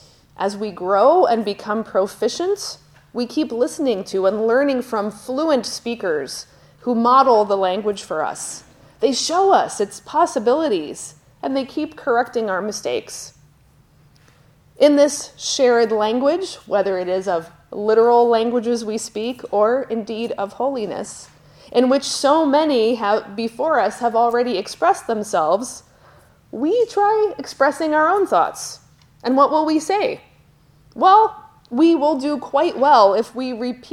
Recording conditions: large echoing room